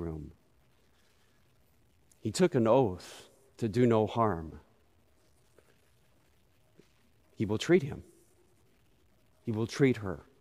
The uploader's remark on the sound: Recorded live at Beatitudes Church in Phoenix, AZ.